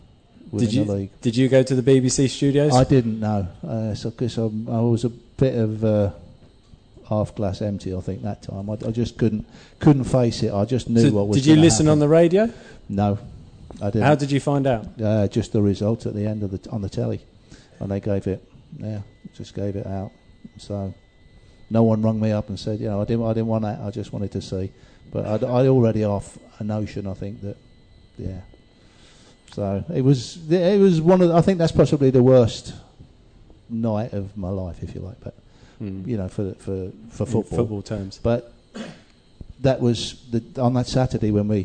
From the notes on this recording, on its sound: Recorded in front of more than 100 R’s fans, there are laughs, jokes and stories aplenty.